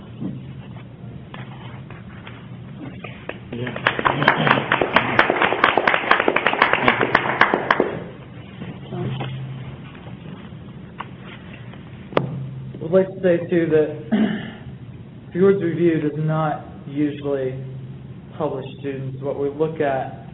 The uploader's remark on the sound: Taped live before an audience from the Virginia Humanities Conference at Bridgewater College, Bridgewater VA, April 8, 2011.